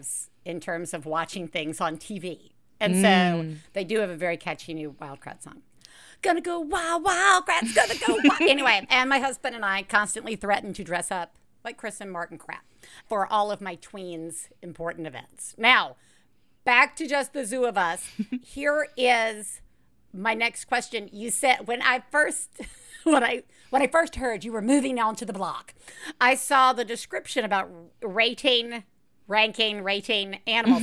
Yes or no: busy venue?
no